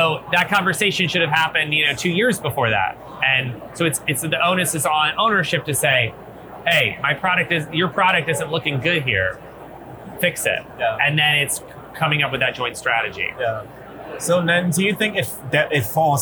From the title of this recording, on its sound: LIVE at Optech